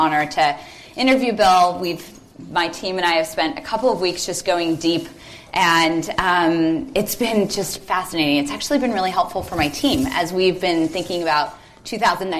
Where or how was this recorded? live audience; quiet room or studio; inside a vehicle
live audience